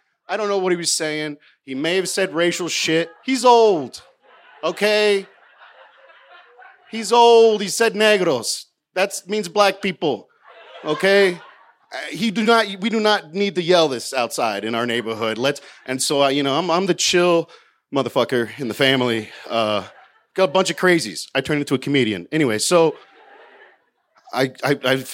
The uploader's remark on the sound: told this story live in front of a packed crowd at Buntport Theater in Denver, Colorado